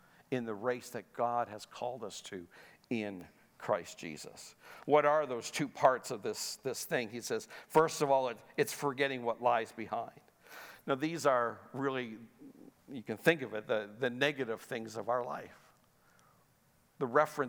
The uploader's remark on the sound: Sunday Service live broadcast.